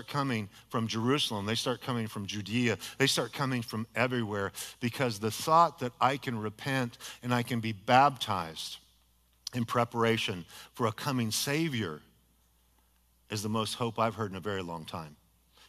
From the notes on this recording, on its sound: a sermon delivered as part of the Anchored Series at Godspeak Calvary Chapel in Newbury Park, California